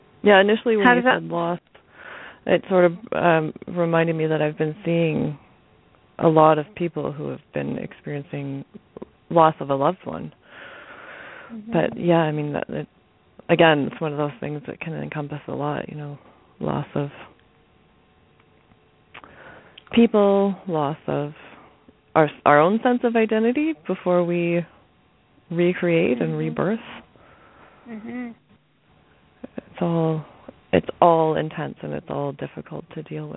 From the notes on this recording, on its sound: Takes Your Calls For Healing.